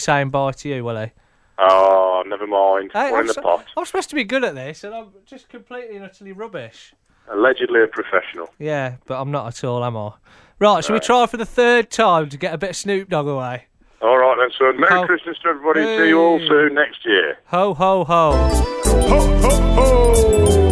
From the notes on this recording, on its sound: a very special celebrity guest on the phone